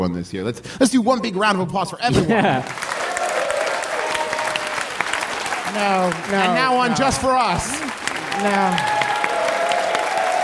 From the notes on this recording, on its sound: Live, from MaxFunCon